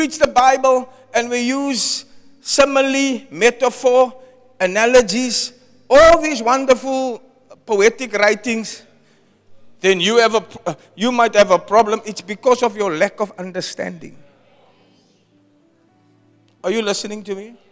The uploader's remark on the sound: Preached at Zion Sanctuary, Cape Town on the 3 March 2024.